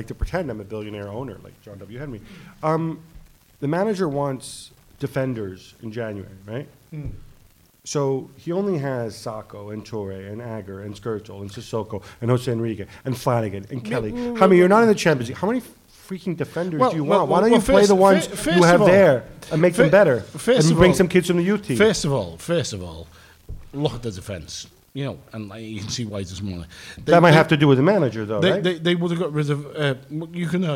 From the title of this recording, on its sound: Live from Liverpool